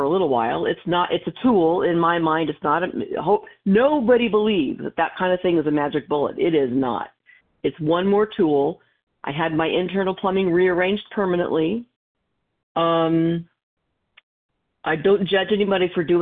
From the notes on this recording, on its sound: from the 100 Pounders Phone Meeting